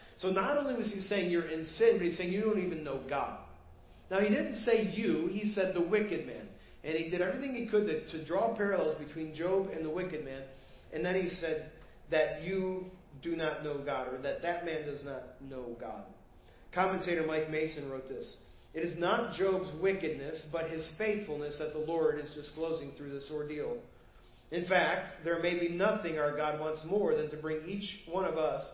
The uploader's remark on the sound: Preached at First Baptist Church of Hazel Park